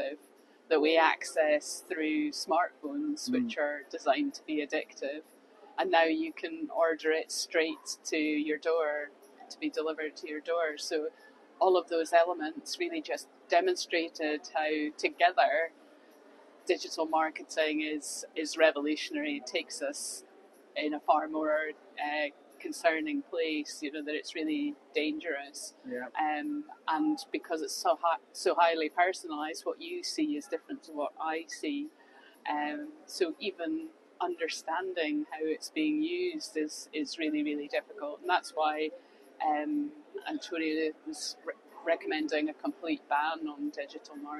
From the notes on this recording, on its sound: we spoke to a number of the attendees at the 7th Global Alcohol Policy Conference in Cape Town